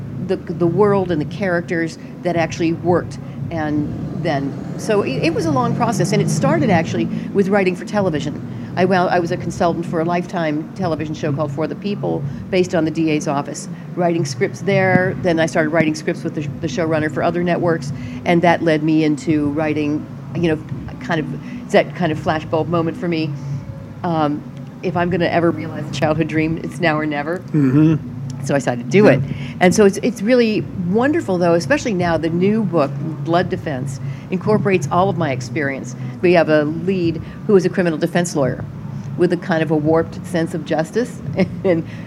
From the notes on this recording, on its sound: interviews conducted at the Los Angeles Times Festival of Books